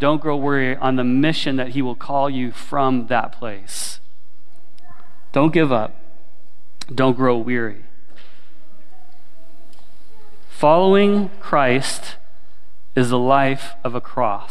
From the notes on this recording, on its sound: Sermon recorded at Willow Creek Baptist Church in Midhurst, Ontario.